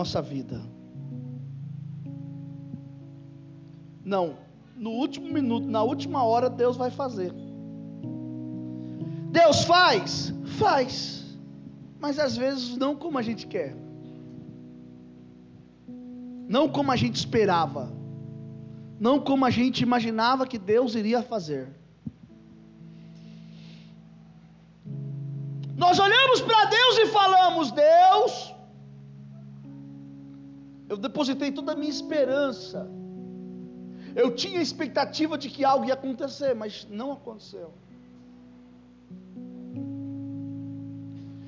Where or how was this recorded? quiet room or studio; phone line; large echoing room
large echoing room